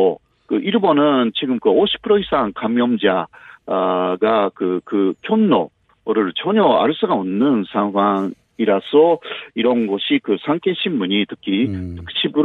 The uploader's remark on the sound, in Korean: 전화연결